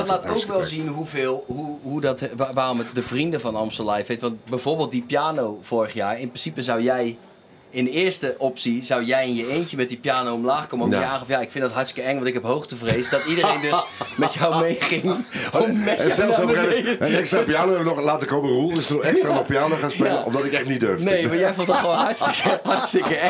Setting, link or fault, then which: setting, busy venue